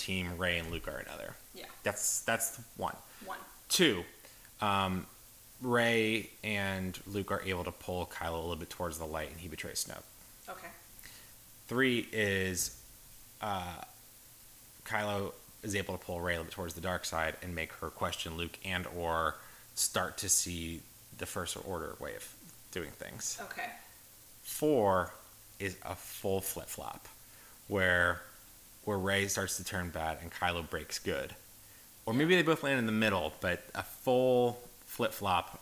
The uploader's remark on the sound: battling microphone technical difficulties